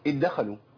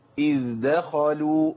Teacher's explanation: مفيش أضغم للذال في الدال عند حفص خالص · Shown in: second take